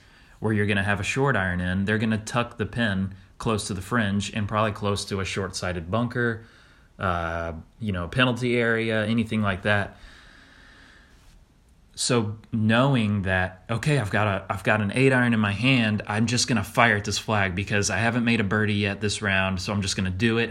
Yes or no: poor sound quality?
no